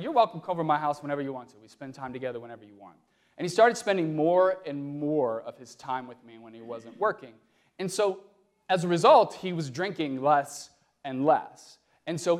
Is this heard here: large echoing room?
yes